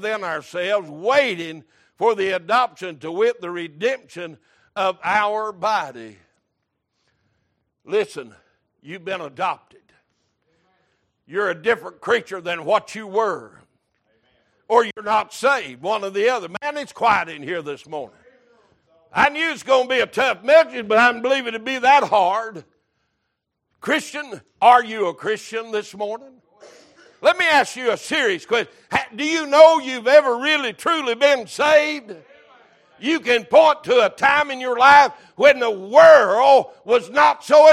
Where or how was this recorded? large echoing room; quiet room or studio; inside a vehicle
large echoing room